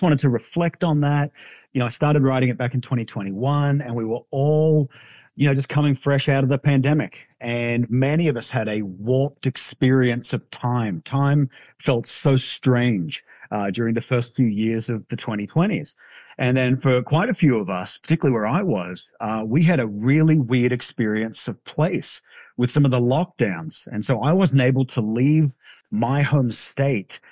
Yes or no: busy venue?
no